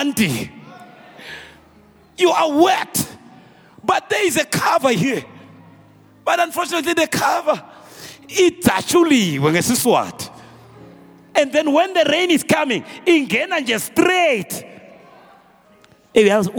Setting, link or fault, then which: setting, large echoing room